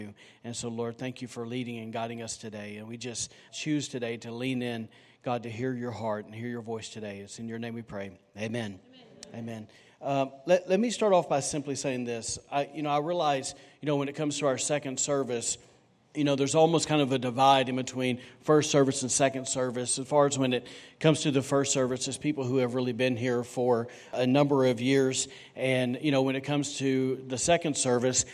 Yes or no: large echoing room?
yes